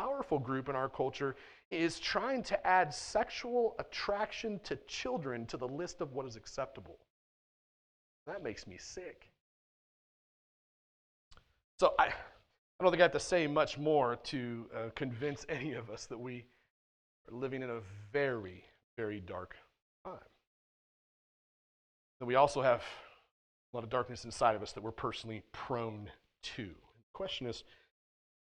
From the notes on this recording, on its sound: at The Well, an SBC, Converge Heartland church in Hastings, NE.